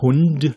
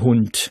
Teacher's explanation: Wir lassen also die Stimmbänder weg. Kurz bevor wir das Wort fertig ausgesprochen haben, schalten wir praktisch unsere Stimmbänder ab. · Shown in: second take